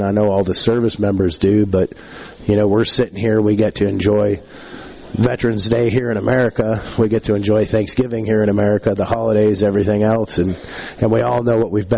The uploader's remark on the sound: LIVE from the Armed Forces Museum at Camp Shelby!